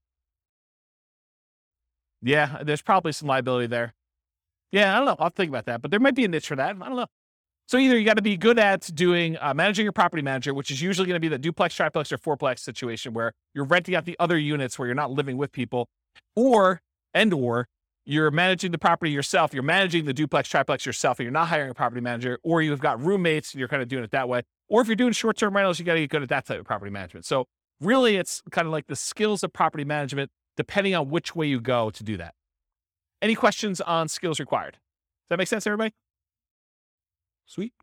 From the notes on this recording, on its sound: This was a live class recorded.